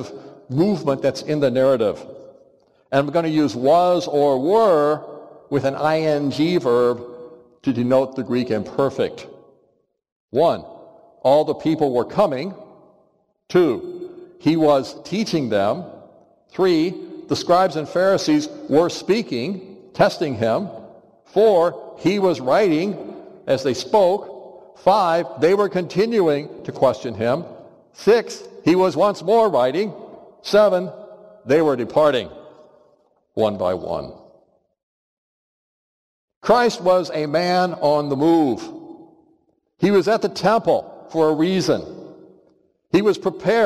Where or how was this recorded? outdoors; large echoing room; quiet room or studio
large echoing room